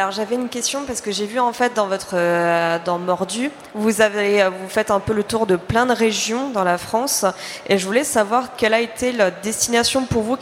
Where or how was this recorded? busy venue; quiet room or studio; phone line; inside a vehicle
busy venue